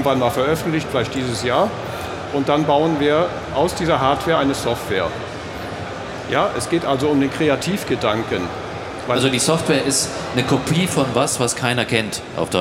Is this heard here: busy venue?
yes